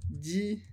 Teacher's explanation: Porque a liaison com X também dá o som Z. Dixer seria muito difícil de falar.